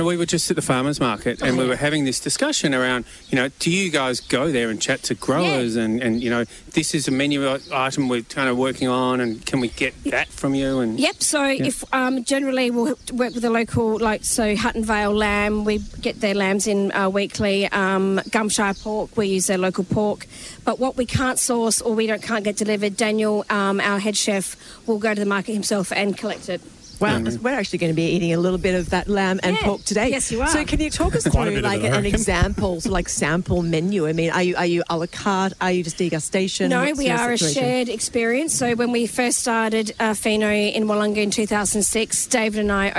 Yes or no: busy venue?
yes